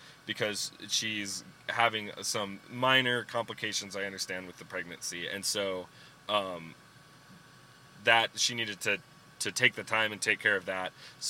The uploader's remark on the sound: in the car this week